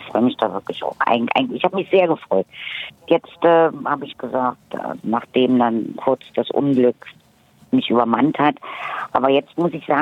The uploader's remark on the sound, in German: ganz remote am Telefon